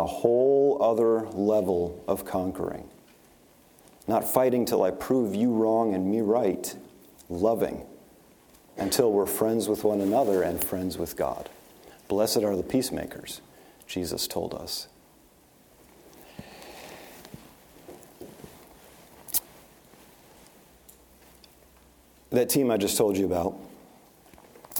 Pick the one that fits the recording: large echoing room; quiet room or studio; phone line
large echoing room